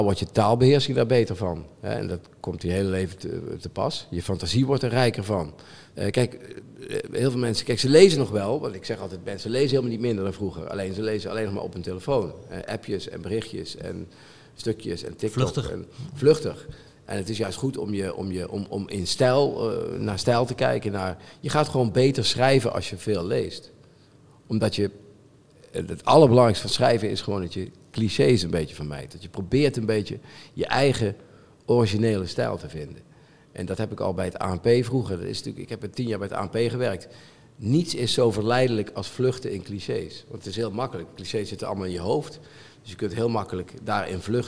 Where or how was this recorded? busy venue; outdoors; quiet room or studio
busy venue